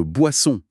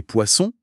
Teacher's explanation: Pour le B de boisson et le P de poisson, tout le reste du mouvement dans la bouche, les lèvres qui se pincent, c'est quasiment identique.